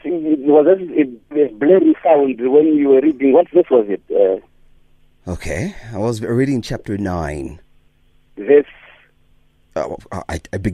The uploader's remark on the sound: Guest on the phone